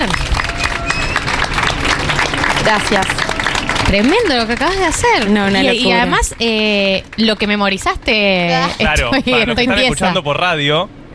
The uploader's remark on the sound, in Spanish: En vivo en la terraza de Yunta